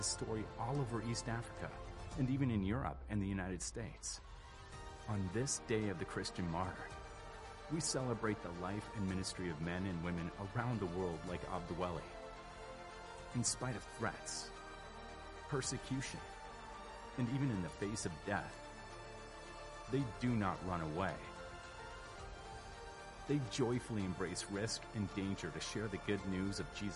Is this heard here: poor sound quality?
no